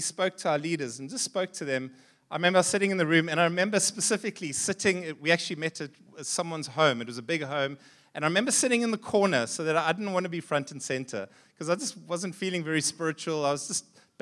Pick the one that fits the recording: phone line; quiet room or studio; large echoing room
large echoing room